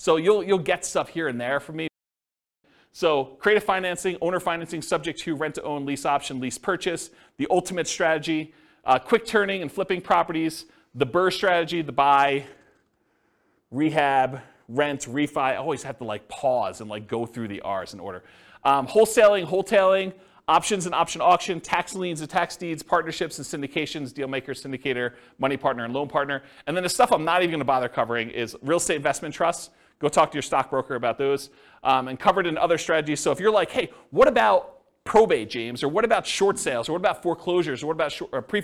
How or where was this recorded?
live audience